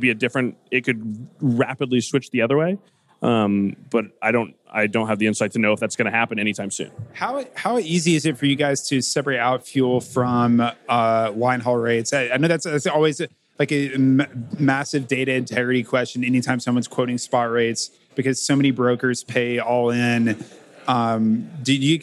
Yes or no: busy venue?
yes